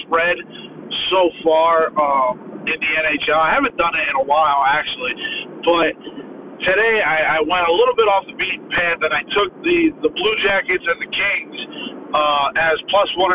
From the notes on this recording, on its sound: flying solo recording in his car